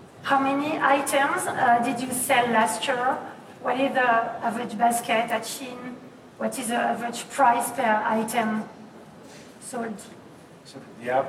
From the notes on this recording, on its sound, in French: La qualité du son, capté avec un téléphone, n’est pas optimale et nous vous prions de nous en excuser